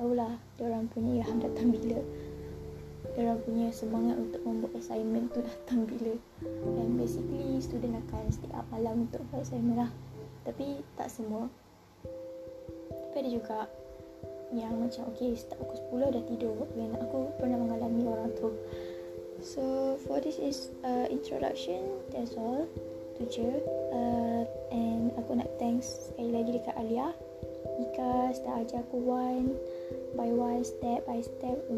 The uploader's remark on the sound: Sorry for the noise